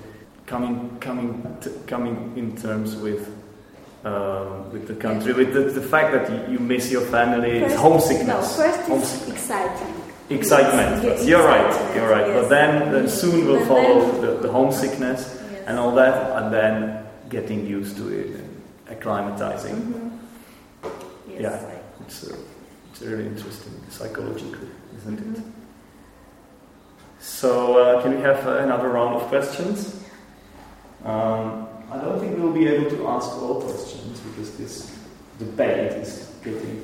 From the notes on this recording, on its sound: This is the second part of the episode recorded in the classroom with the students of mine.